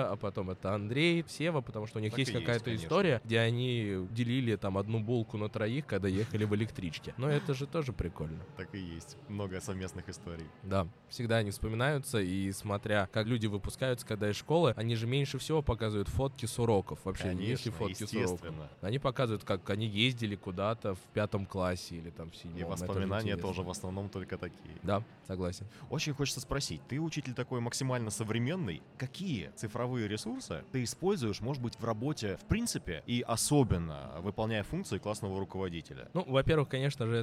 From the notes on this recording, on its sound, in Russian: Третий эпизод у нас получился необычным, потому что мы записывали его на Форуме классных руководителей и наставников, который проходил в преддверии Дня учителя.